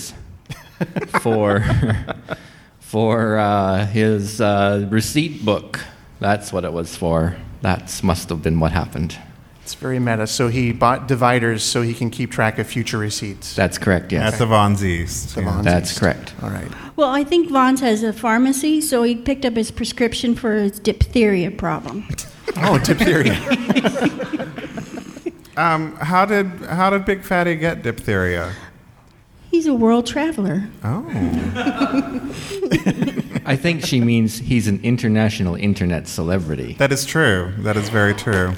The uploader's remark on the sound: This week’s episode was recorded live in front of a studio audience in Las Vegas at Pride48.